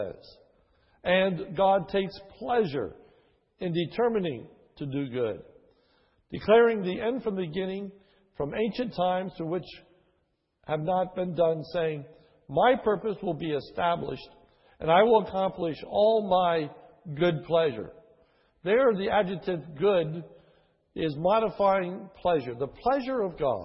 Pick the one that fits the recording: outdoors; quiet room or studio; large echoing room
large echoing room